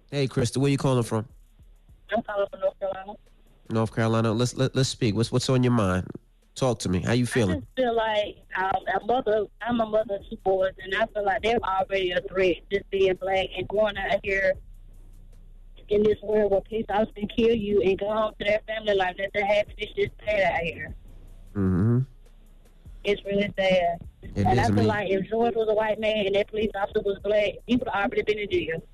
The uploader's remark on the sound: Went live with his listeners and allowed them to vent. Gave a call in to the show.